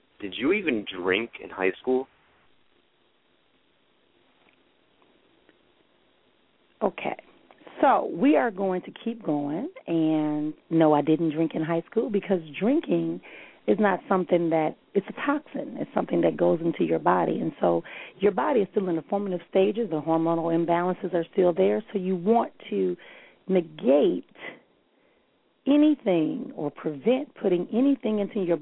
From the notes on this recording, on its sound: callers may call in with questions